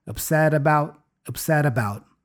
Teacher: So the T becomes a flap T, the da da sound. So upsetta, da da.